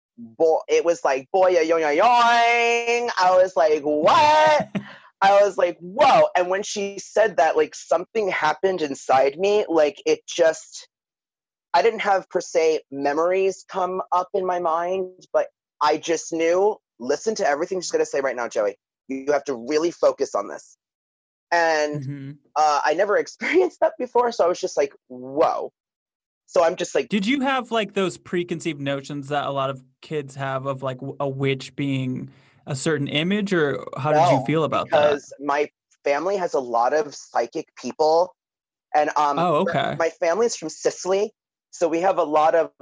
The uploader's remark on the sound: Listener Phone Call Extravaganza